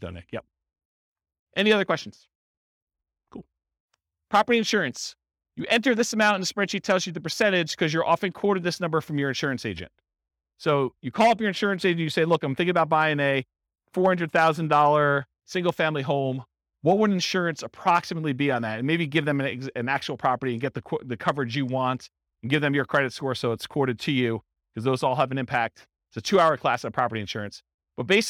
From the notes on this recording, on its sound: This was a live class recorded